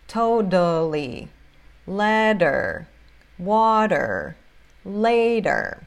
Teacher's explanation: segundo T de totally, letter, water e later, tem som de R no português, né? Ou em inglês tem som de D. · Term: flap T